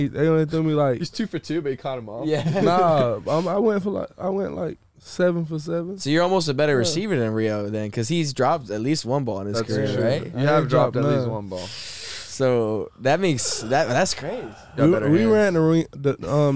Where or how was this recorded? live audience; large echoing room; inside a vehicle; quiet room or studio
inside a vehicle